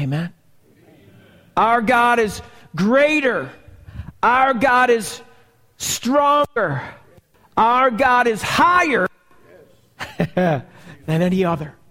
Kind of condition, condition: setting, large echoing room